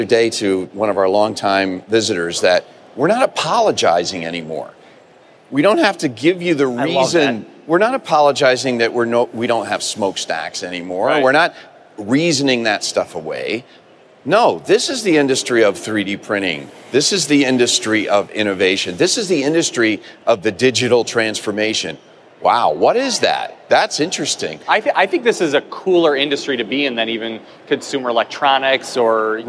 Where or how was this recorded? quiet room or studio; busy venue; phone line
busy venue